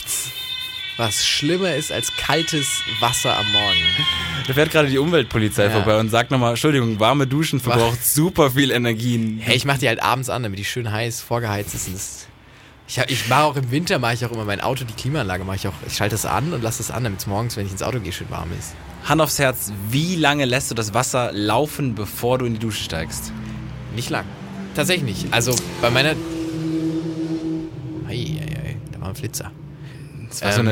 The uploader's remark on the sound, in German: Hintergrundsounds heute: Hauptstraße